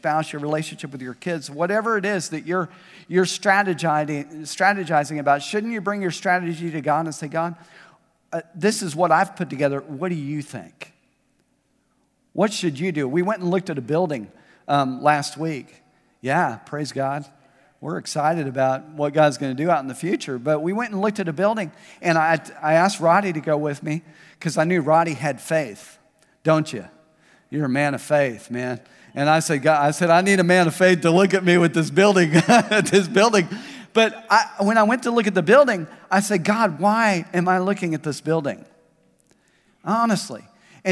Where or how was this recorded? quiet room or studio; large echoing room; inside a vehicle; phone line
large echoing room